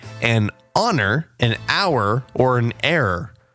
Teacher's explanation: because the initial letter H in all three words is not actually pronounced